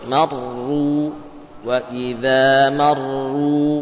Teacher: Mar, ro-nya tebal dan bibir maju pada ro yang kedua.